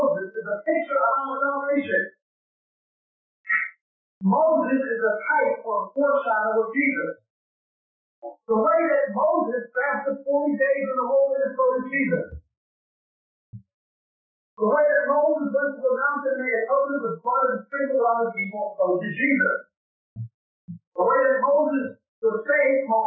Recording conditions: poor sound quality